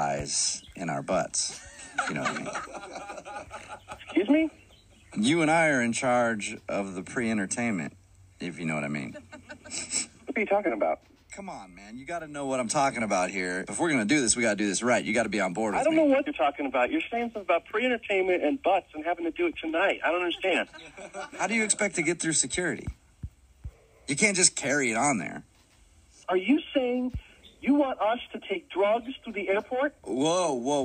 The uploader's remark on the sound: phone tap episode